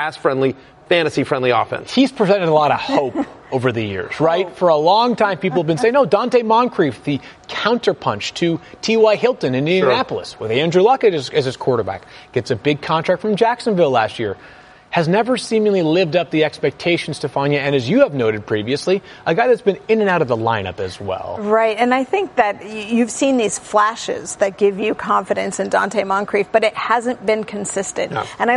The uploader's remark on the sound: Live from the Fantasy Marathon